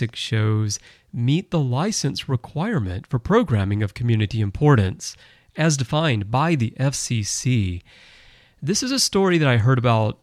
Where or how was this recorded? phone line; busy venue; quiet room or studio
quiet room or studio